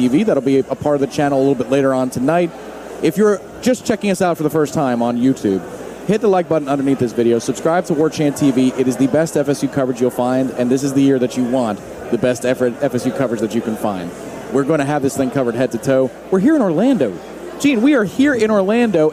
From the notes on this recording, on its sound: The Warchant Gameday postgame call-in show is LIVE from Hooch in downtown Orlando